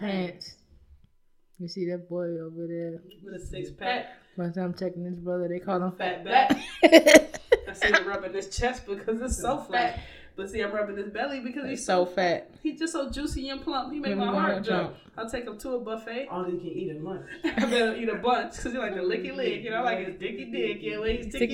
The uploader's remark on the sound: Due to a technical difficulty or two, the audio was compromised and has impacted our quality.